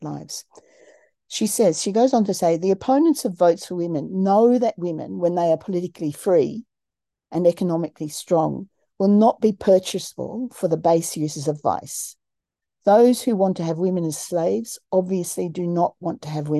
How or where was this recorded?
video call